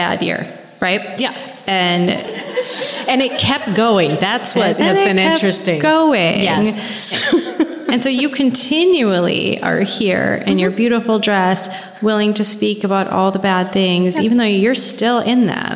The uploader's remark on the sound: This is a very exciting episode as it is our very first live episode recorded at our annual gala!